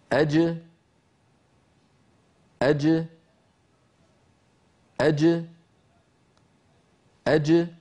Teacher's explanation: هكذا نلاحظ بأن الصوت ينحبس خلف اللسان ثم ينطلق عندما يبتعد وسط اللسان عن غار الحنك الأعلى، فتخرج الجيم المقلقلة بتباعد طرفي عضو النطق وهما هنا وسط اللسان مع ما يحاذيه من الحنك الأعلى، ثم يتابع الصوت طريقه إلى الخارج وتبقى الجيم شديدة مجهورة، أي محبوسة الصوت محبوسة النفس